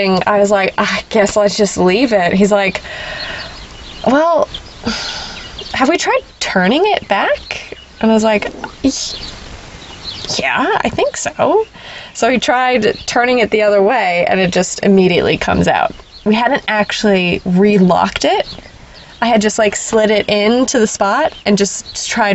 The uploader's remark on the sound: the birds for the background noise